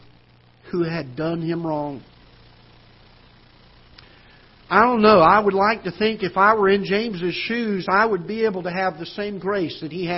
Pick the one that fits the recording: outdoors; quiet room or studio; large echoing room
large echoing room